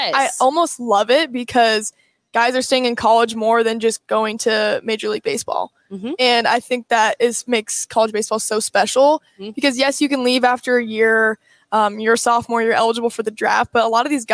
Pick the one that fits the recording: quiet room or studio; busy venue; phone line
busy venue